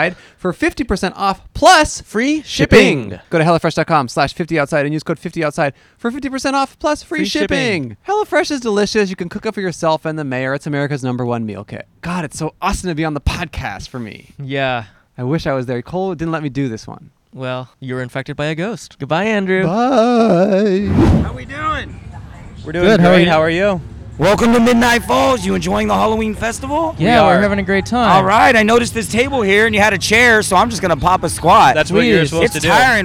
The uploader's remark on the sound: At A Haunted Hayride. Recorded on 9/29/23 at The Haunted Hayride at Griffith Park in Los Angeles, CA.